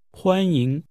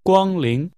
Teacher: The tones are high level and rising.